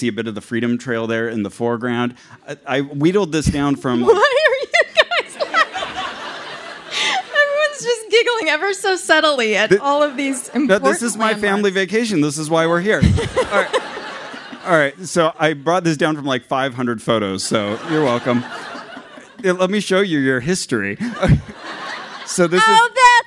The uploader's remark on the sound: Share the tale with a live Boston public radio audience... Also all the people walking by who overhear their buttfisting references. In front of a horrified crowd.